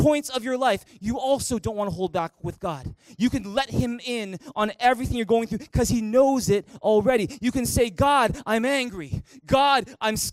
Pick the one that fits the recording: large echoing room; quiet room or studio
large echoing room